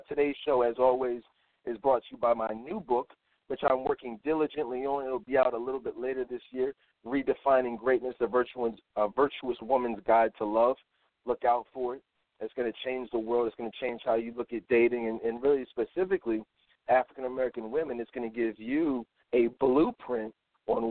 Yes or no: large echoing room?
no